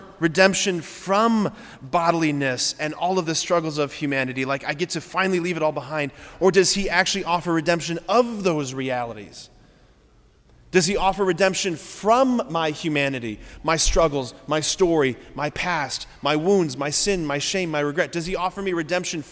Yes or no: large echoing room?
yes